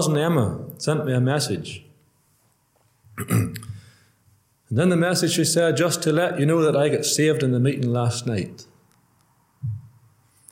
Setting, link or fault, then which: setting, large echoing room